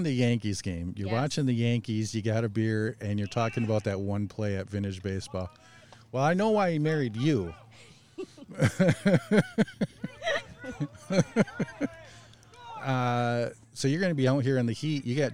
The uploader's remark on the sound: travels to Old Bethpage for the Doc Adams Vintage Base Ball Festival